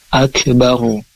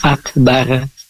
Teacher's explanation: ro dibaca tafkhim, karena ketika ro itu sukun kemudian huruf sebelum ro berharokat fathah atau dhamma, maka dibaca tebal · Shown in: first take · Jadi bacanya akbaru, bukan akbar.